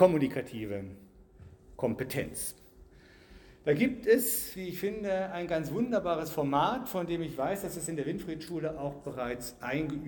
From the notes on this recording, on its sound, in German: Ihr hört den zweiten Teil des Festvortrages zum 100jährigen Bestehen der Winfriedschule Fulda (Gymnasium).